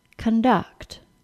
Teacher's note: In the word conduct, the stressed syllable is switched. The first syllable is reduced and the second is stressed.